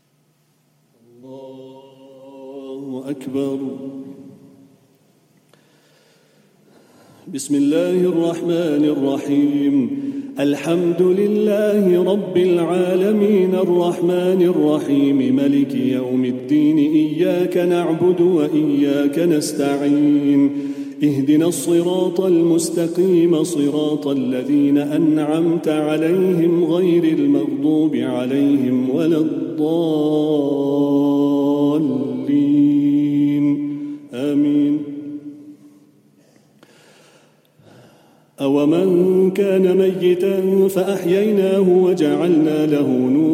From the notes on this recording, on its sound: Taraweeh Salaah at the Houghton Masjid (West Street)